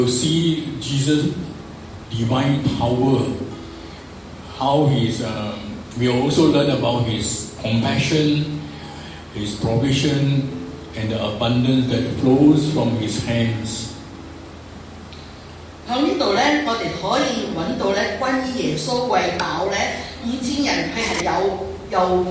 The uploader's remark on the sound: Preached on 17/11/23 in St Andrews Presbyterian Church Pengkalan Ipoh.